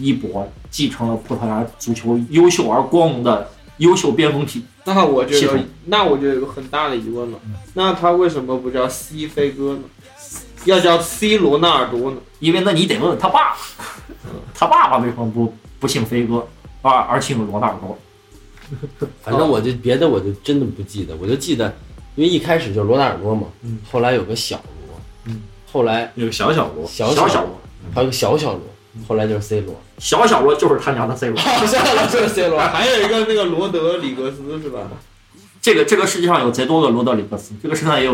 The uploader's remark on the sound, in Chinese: 这一期在录制阶段产生了严重的录制现场事故，我们花了很多功夫来处理背景声里的噪音，但依旧没法完全消除。